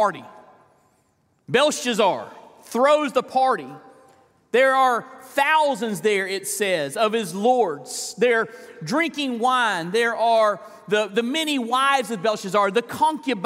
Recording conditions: large echoing room